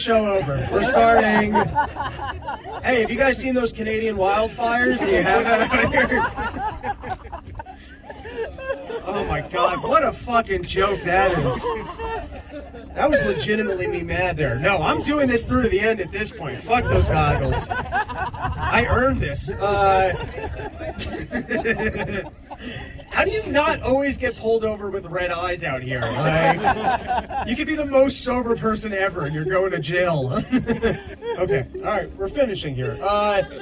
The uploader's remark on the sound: New Mexico Desert Episode. Episodes starts with clip from stand up show live from a sandstorm.